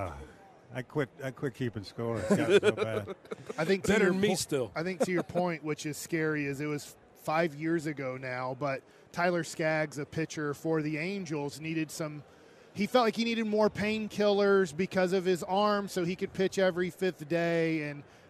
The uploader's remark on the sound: LIVE from Radio Row in Las Vegas!